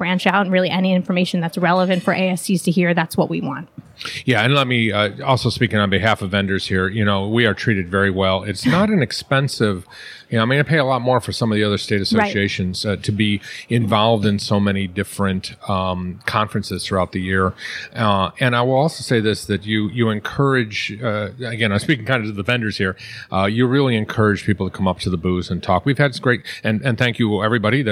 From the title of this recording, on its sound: Live from the NJAASC Quarterly Meeting